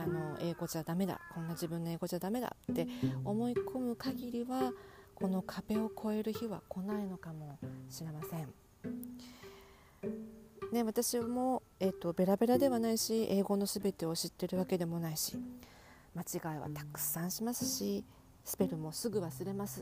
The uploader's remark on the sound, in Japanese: BGMはカラスの鳴き声!?初めて戸外で録音してみました。音が小さいです！！！ボリュームUPしてお聴きください。カラスが鳴いてたり、蝉が鳴いてたり、蚊にかまれたりしています(笑)。